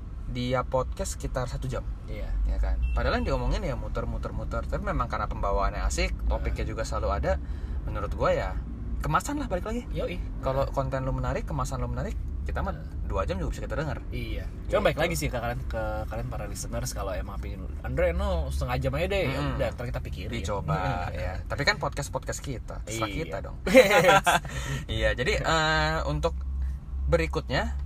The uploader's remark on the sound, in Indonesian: Mohon maaf jika banyak suara - suara mengganggu dari luar, dikarenakan podcaster bosan rekaman indoor terus